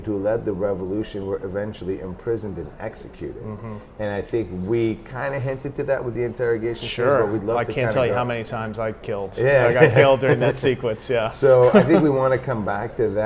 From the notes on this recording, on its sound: Interview recorded at GDC 17.